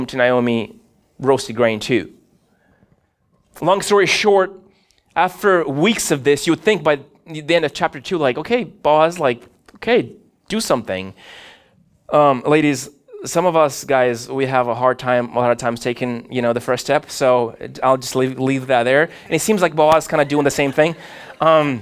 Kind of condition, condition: setting, large echoing room